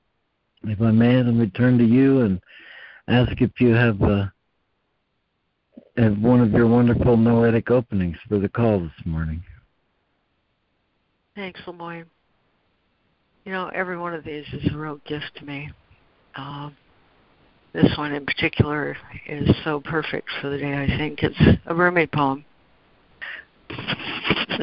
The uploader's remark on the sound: ACIM Daily Conference Call